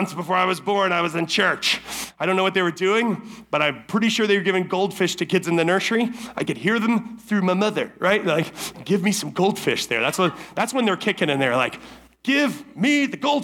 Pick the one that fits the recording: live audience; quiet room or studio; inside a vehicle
live audience